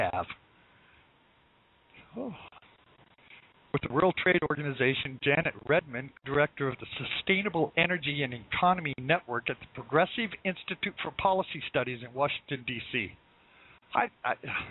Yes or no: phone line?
yes